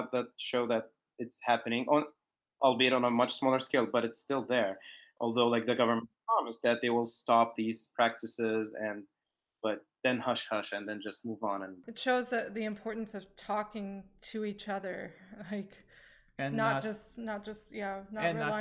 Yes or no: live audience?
no